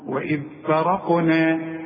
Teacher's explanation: الراء مفخمة والقف مفخمة والنون مرققة